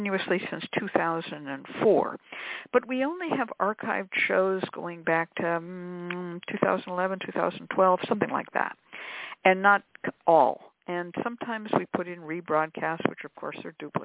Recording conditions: phone line